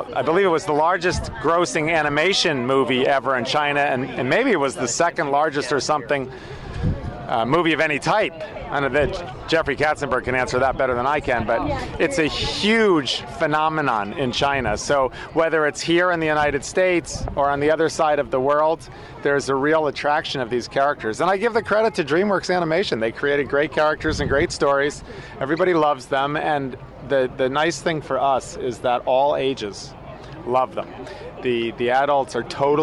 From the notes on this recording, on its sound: Live Broadcast Aboard Royal Caribbean's Allure of the Seas. Hear passenger reviews and the CEO of Royal Caribbean.